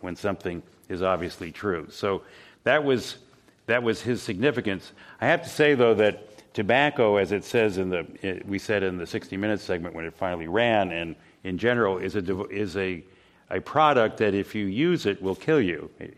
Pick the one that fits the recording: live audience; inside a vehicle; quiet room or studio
live audience